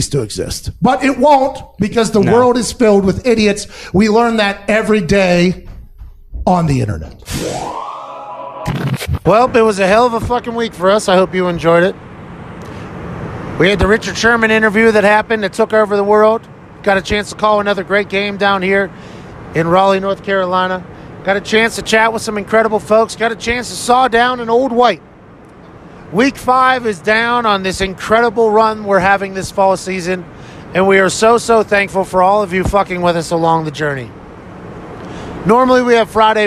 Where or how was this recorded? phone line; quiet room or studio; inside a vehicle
inside a vehicle